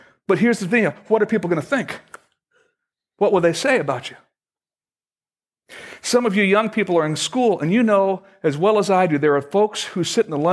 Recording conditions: large echoing room